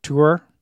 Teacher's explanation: So it would be with a front rounded vowel like a German umlaut.